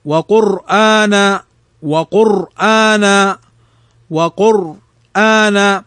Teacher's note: فنلحظ أن الراء ساكنة وقبلها ضمة فهنا تفخم